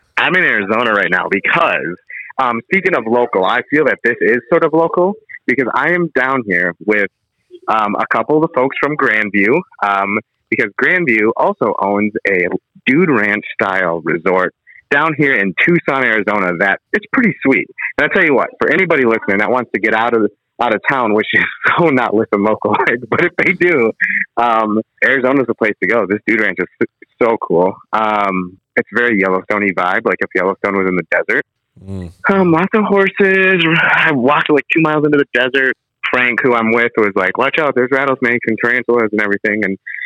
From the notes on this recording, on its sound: calls-in from his trip to Grand View Lodge South aka Tanque Verde Ranch in Arizona